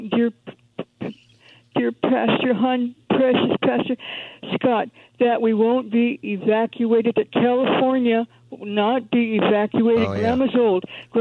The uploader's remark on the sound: Open Phone Friday